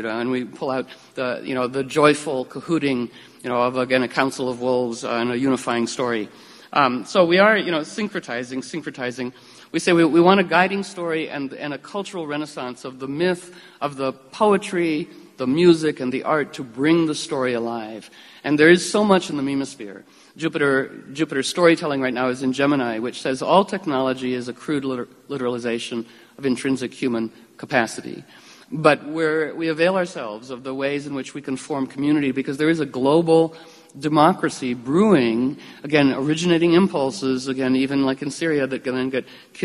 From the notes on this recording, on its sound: Live audio captured at Star Hall from that event.